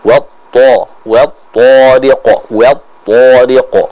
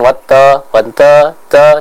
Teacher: kita membaca huruf to tersebut dengan ketebalan yang sangat kuat · Shown in: first take · Term: sifat itbaq